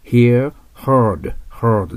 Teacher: heard はベロを下に落としてあーという喉の奥を医者に見せるような発音にします。 ha, ha という感じになります。打つとか当たる hit, hit,hit、保つ keep, kept,kept、知っている know, knew,known、出る出発するという意味ですね。残すという意味もありますよね。これもよくテスト出ます。